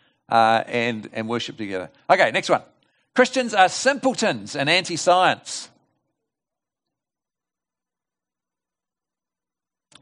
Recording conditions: large echoing room